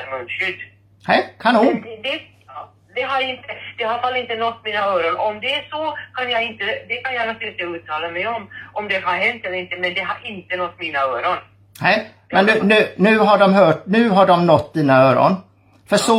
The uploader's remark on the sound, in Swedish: Telefonintervju med läkaren.